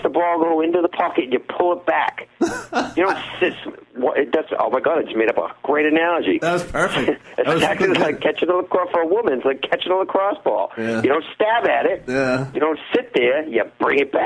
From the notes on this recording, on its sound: Live in studio. Calling live from Bermuda.